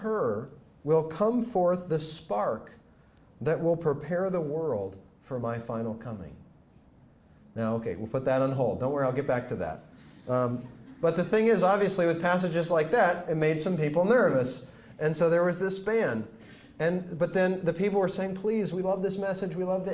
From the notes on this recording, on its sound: speaks to Franciscan University students